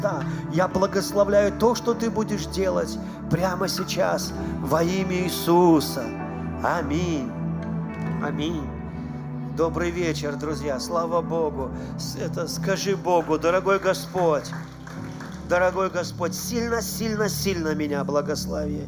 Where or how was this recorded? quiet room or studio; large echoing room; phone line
large echoing room